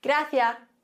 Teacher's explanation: Da wird einfach das S verschluckt am Ende. Konsonant am Wortende.